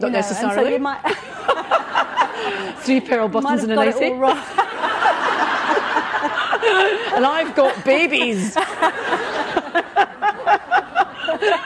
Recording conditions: busy venue